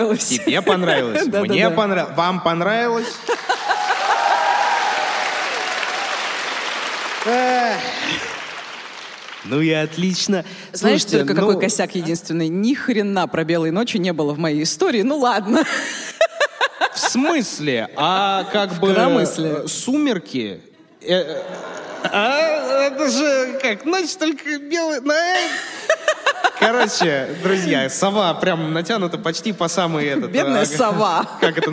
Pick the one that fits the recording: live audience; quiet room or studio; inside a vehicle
live audience